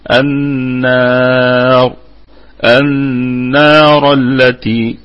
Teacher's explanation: والراء مفخمة في الوقف عليها وفي الوصل. النار، النار التي، يبقى هي مفخمة على أي حال.